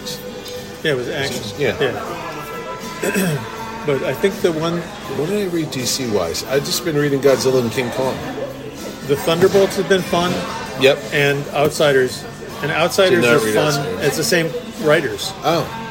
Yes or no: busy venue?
yes